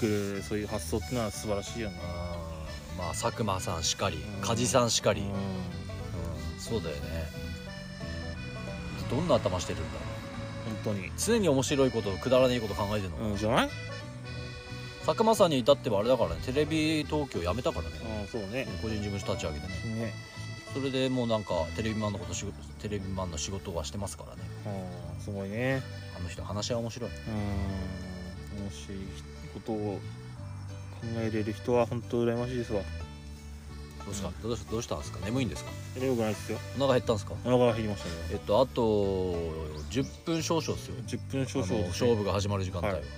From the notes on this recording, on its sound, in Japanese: 久しぶりに空き地にての収録！収録中に予約を取ることに。。。